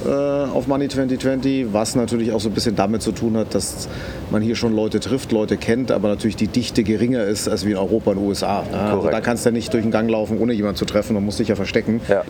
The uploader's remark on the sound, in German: Money2020 Asien. Dieses Mal haben wir den Podcast live vor Ort in Singapur aufgenommen.